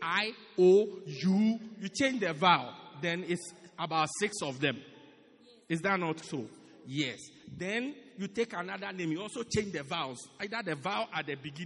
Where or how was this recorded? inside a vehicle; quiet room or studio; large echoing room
large echoing room